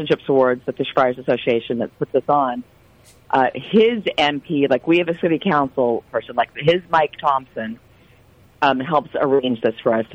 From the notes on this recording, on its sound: We get a phone call